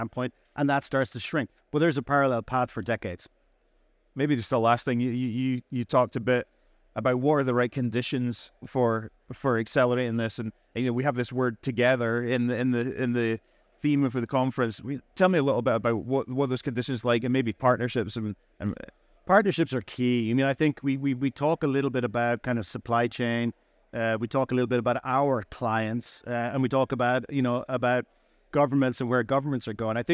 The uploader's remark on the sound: Recorded live at ADIPEC 2023